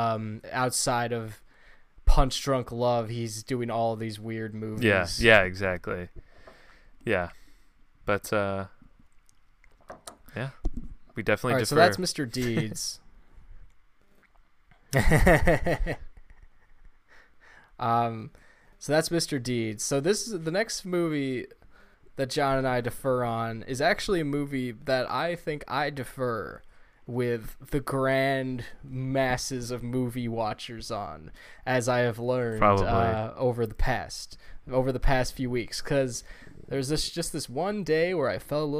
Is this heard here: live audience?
no